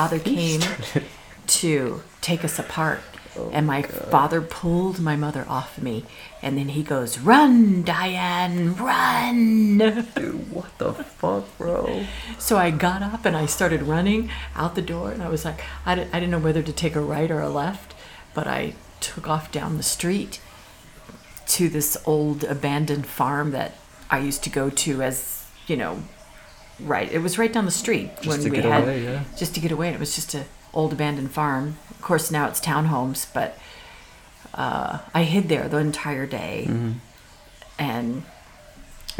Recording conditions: background noise